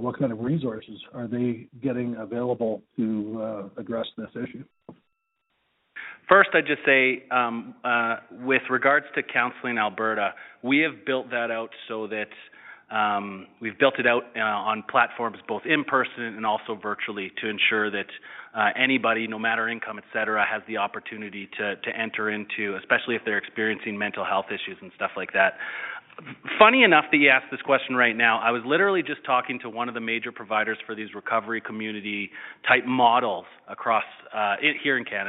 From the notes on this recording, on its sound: Public Safety Telephone Town Hall (Edmonton). Interactive telephone town hall.